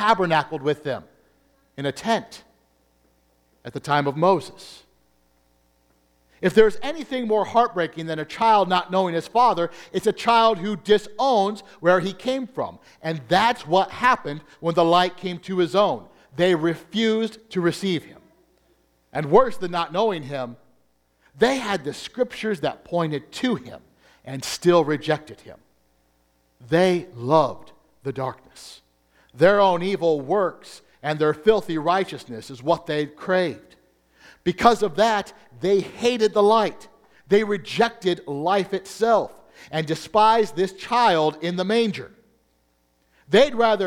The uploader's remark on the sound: Combined Service with First English Lutheran. As the recording is entirely from the the Christmas Day service, it does not follow the Bulletin exactly.